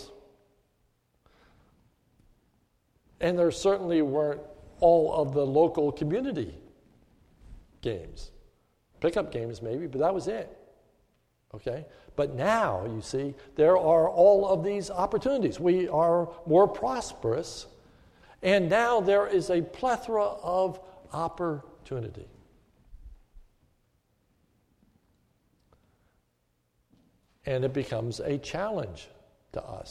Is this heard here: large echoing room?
yes